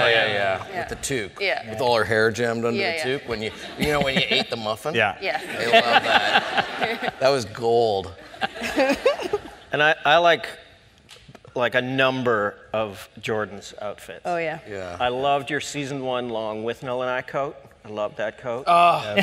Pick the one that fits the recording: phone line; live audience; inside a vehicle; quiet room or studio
live audience